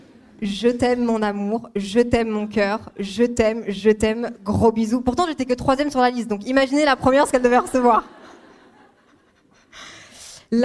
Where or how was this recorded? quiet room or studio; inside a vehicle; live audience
live audience